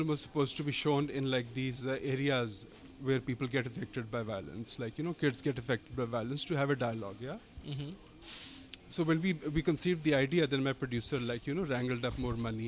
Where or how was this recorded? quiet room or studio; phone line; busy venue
busy venue